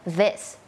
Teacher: มันมีความสั่นนิดนึงแล้วก็มีลมออกมานิดนึง · Term: เสียง voiced